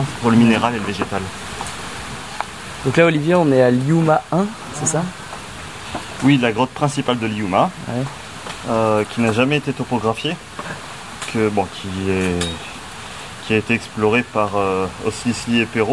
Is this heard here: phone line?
no